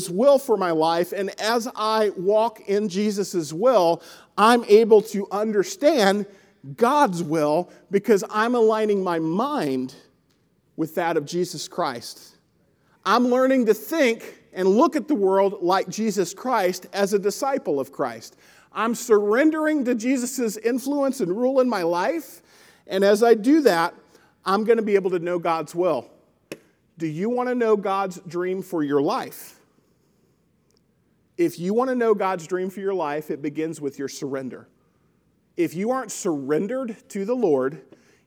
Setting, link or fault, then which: setting, large echoing room